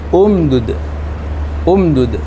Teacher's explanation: فالدال حينئذ ضمت، فحينئذ تأتي بهمزة الوصل مضمومة، فتقول امدد امدد.